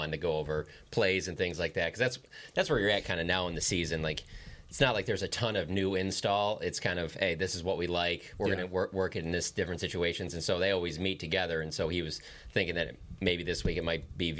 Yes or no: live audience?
no